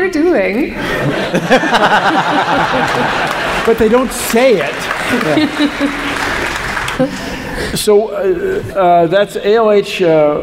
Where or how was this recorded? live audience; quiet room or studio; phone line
live audience